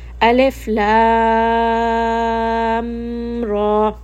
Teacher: when I moved from lam to ra, I did not do idgham. This did not go up into my nose. Okay, there is no ruling of idgham here. · Term: mukhaffaf